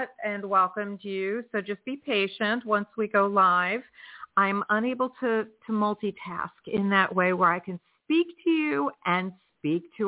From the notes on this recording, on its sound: in response to callers' questions.